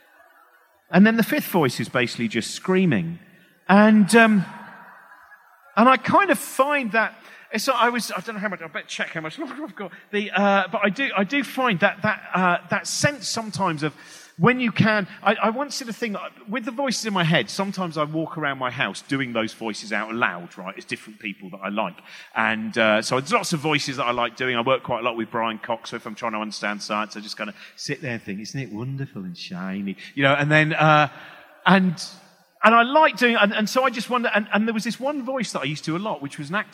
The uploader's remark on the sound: Recorded on 10th Feb 2020 at EartH Hackney.